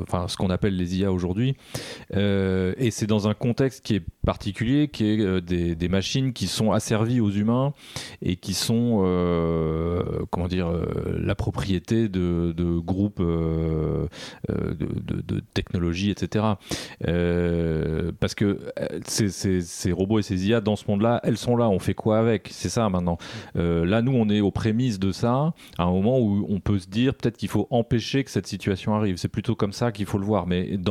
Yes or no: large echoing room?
no